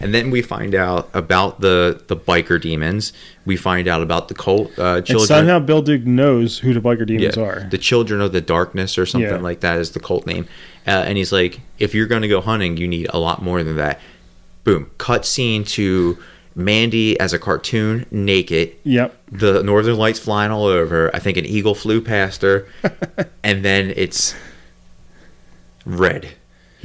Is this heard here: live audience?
no